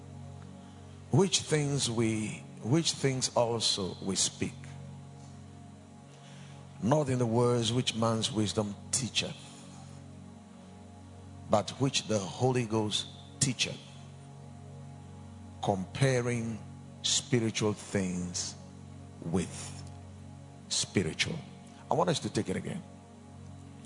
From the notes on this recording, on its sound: Preached at the Monday Prophetic Service.